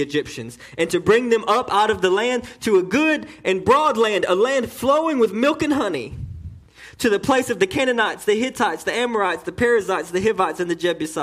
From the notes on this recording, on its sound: message delivered to Cottondale Baptist Church in Eastman, GA on 10/14/18